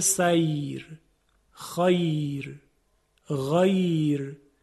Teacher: اینها را ساکنه یا لینی هست که خودش ساکنه و اینجا دیگه ما نباید ببینیم که قبل از یا چون فتح هست تفخیم کنیم. نه، همین که یا لین بود سبب ترقیق را میشه